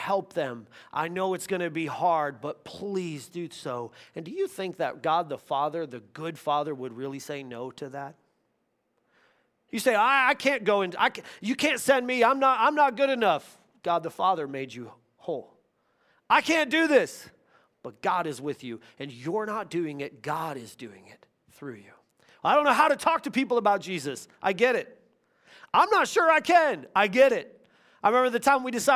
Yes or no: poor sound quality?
no